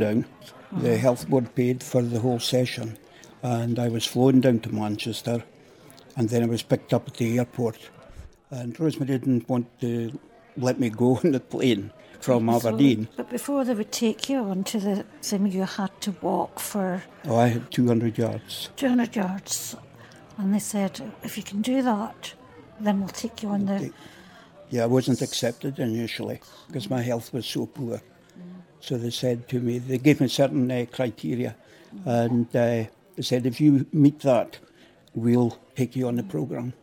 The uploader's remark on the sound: listened in to a panel of experts at a ‘Growing Old with Pain: Innovation, Creativity and Development’ conference in Edinburgh